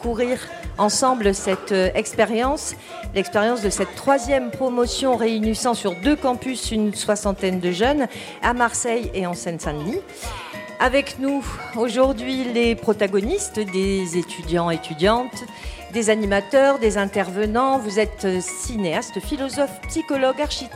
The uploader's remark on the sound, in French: Sup de Sub à La Criée. Émission réalisée en direct avec les étudiants et des invités de Sup de Sub autour des questions portées par cet enseignement expérimental.